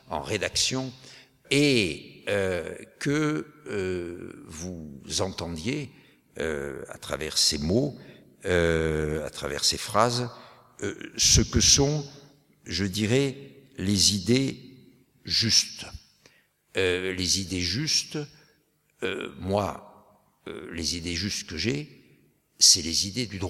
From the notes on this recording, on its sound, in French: Dans le cadre des Conférences d'Aurore "Comprendre pour mieux agir", écoutez les questions de la salle et la conclusion de la journée. Depuis l'Archipel, à Paris.